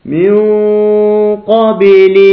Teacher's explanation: من فيها نون ساكنة وبعدها القاف، والقاف حرف مفخم، يبقى هنا نفخم الغنة